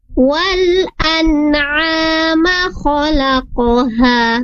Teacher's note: saat mim di sini berharakat fathah, kemudian mimnya tidak ada alif setelah mim, maka tidak ada mat di sana atau tidak dipanjangkan